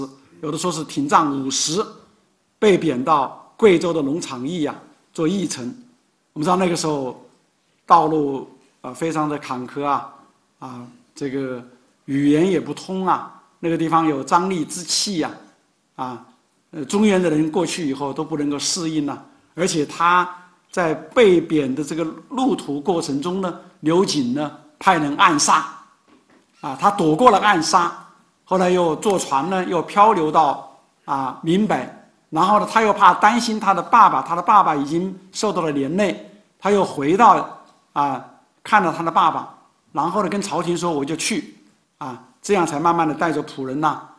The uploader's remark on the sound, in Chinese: 本音频是由“复兴论坛”系列讲座录音整理而成。